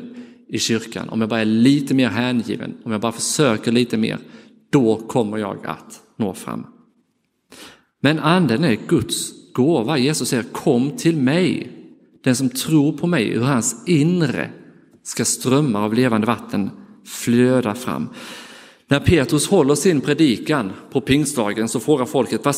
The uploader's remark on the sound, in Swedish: Inspelad i Roseniuskyrkan den 28 maj 2023.